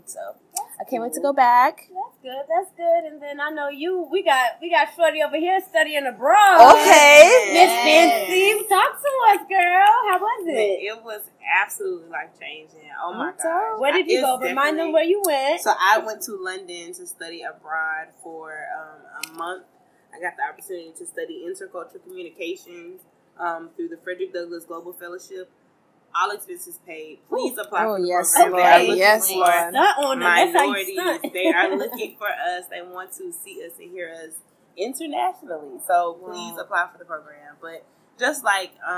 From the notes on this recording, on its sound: The ladies meet in a noisy location in Atlanta to bring you an August episode. Please excuse the noise!